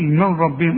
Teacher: نون سكنة بعدها راء ادغام كامل، ها بدون غنة